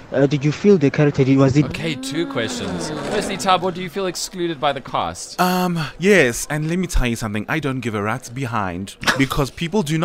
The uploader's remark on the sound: We hear from the cast at the press conference.